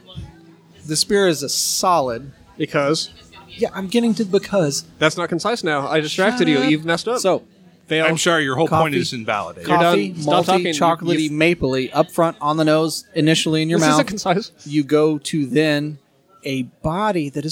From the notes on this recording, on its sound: OHHAP Live from Deviate.